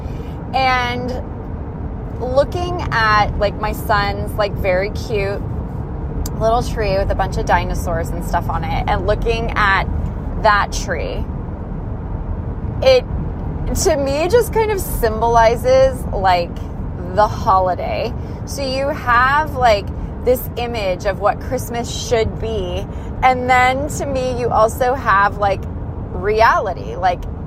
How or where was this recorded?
inside a vehicle